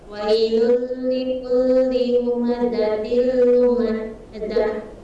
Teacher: Kemudian di surat Al-Humazah za-nya ya. Za-nya berdesis.